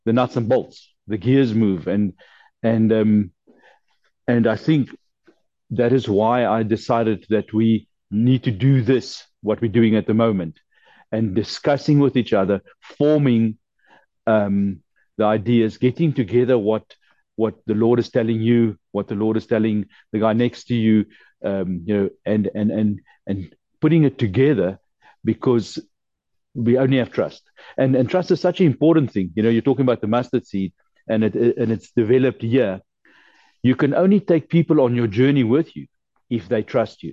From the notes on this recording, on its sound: The Transformation Table Zoom Meeting on the 25 May 2023.